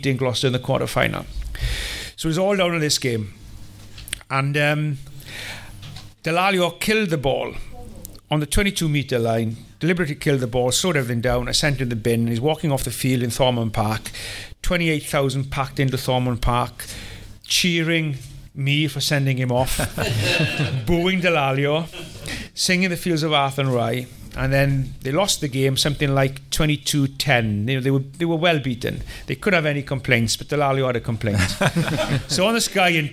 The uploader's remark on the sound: A special live episode of the Welsh Rugby Podcasts as we headed up to Cilfynydd RFC to record a bumper episode